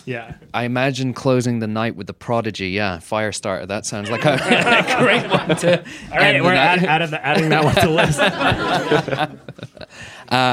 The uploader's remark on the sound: Live from Brooklyn’s Sunken Harbor Club. The first Cocktail College recorded in front of a (sell-out) crowd. Our first time featuring three guests (and audience questions).